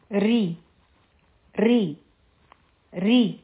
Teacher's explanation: او چې کله د را د لاندې زیر یعنی کسره راشي نو هغه را مونږه نری وایو